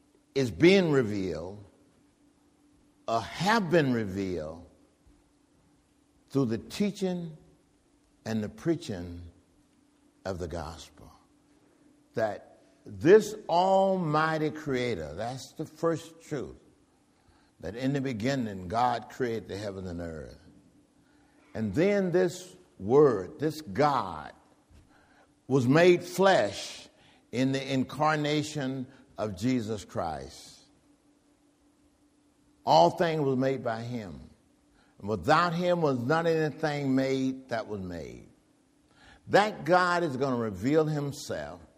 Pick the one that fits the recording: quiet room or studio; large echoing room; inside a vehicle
large echoing room